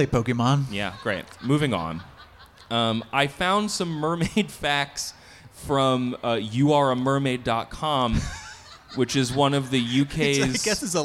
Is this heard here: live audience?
yes